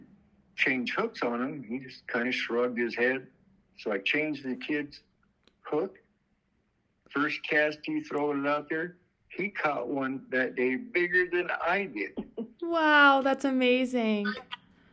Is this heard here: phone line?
yes